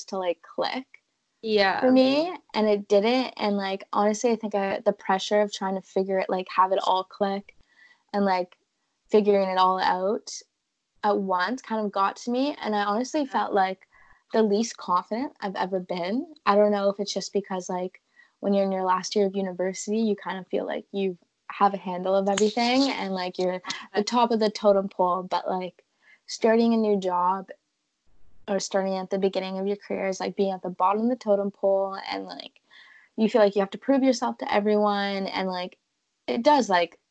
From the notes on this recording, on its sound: Is in the UK. Is in Ottawa. Get our latest update with our skype call.